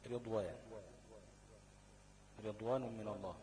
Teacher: الراء لو مكسورة ووقع بعدها حرف استعلاء هتبقى ايه؟ مرققة برضه